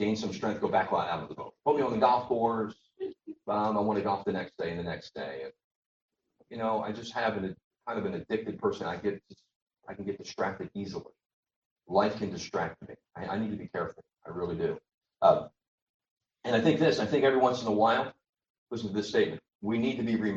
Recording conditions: poor sound quality